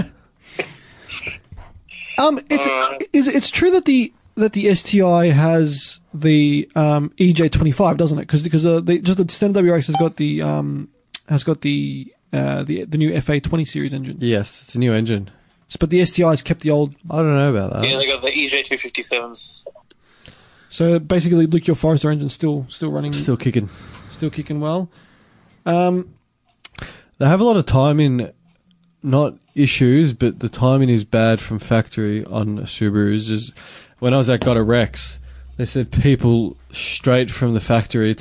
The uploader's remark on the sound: Via Phone LInk